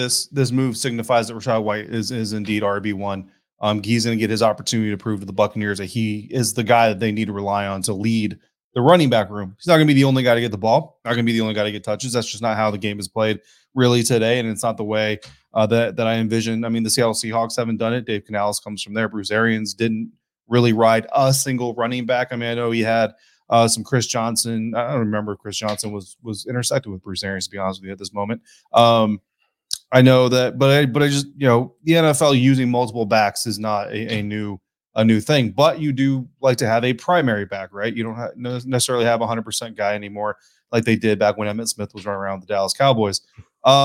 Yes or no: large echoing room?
no